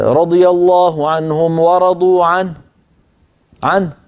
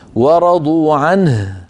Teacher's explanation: عين نون هاء عنه، فنبين حرف الهاء · Shown in: second take